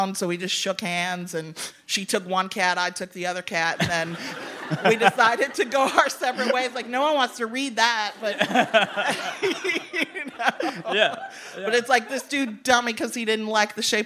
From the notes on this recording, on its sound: Live on stage at Chicago's Old Town School of Folk Music in partnership with WBEZ.